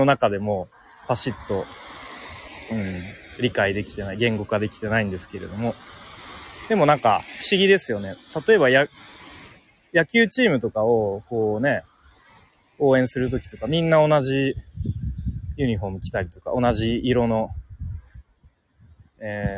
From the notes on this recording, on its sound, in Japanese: 歩きながら公開収録をしました。